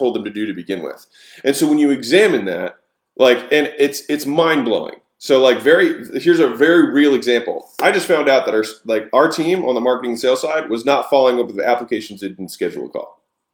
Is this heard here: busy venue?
no